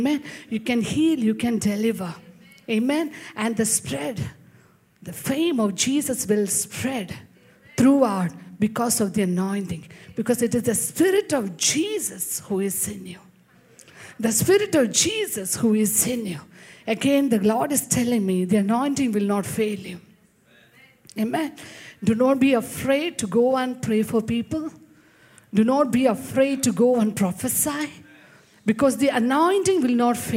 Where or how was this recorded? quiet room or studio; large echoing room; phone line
large echoing room